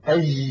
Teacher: نطق الجيم رخوة في بلاد الشام وفي بلاد المغرب · Term: جيم عامية